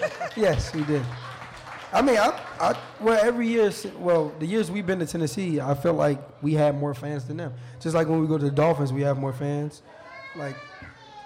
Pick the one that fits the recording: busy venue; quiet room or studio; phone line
busy venue